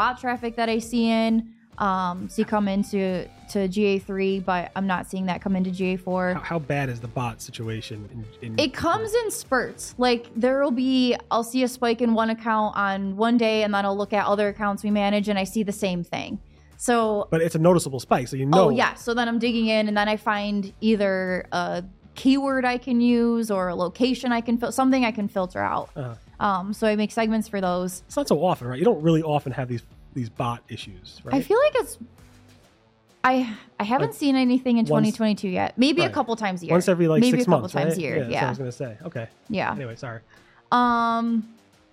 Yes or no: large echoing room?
no